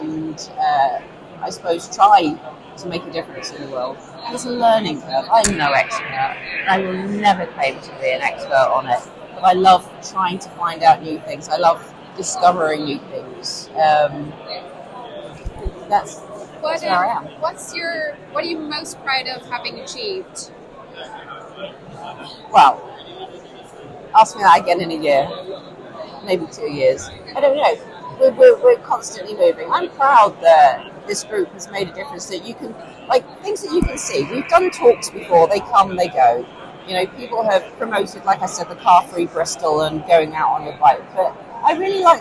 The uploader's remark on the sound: FYI The Blue Earth Summit was incredibly busy! There is back ground noise but hopefully you will take away something from the mini podcasts we managed to record.